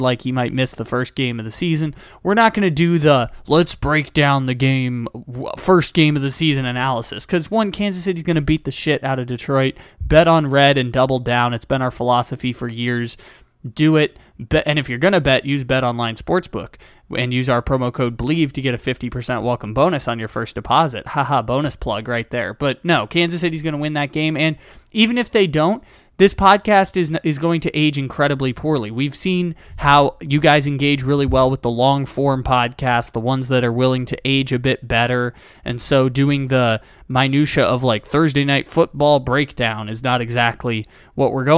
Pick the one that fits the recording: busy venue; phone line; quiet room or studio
quiet room or studio